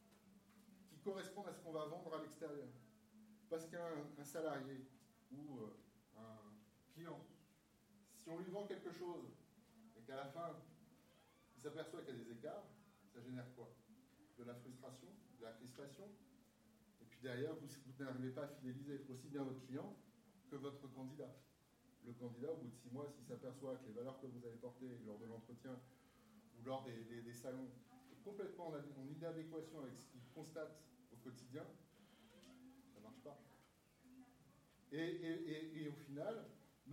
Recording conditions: poor microphone